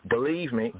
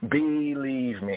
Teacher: I stretched out that E, the first E sound, right, as a long glide. · Shown in: second take